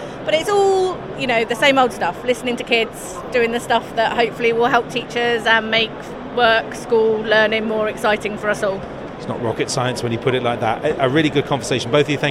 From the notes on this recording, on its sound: NetSupport Radio LIVE show from stand D120 at BETT2018. The equipment that we use costs less than £3,000.